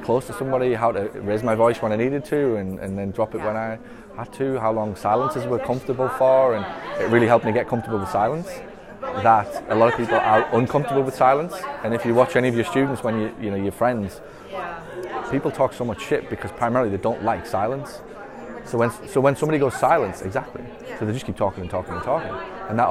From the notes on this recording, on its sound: Answer questions from the audience at SSPT Live 2019 back in May as I step off stage...